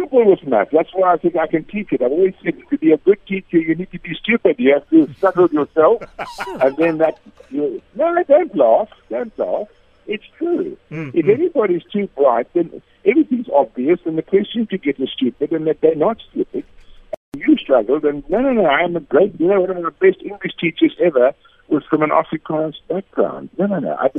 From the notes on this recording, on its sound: PHONE INTERVIEW